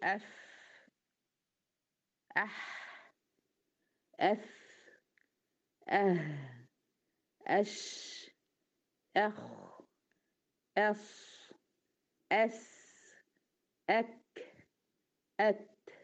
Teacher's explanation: معنى كده إن الحروف دي فيها جريان للنفس، فبالتالي هي حروف مهموسة